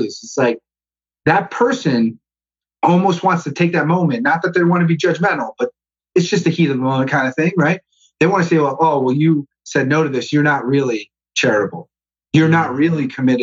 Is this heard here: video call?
yes